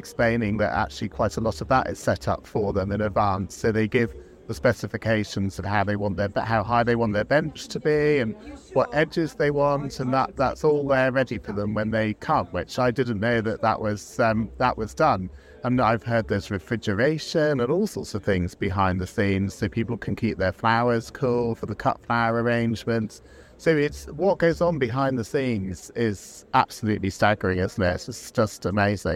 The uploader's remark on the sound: Join us for our first-ever outside broadcast from the RHS Chelsea Flower Show 2023.